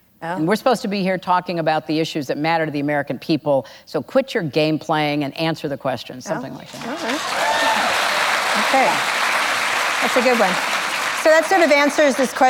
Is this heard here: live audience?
yes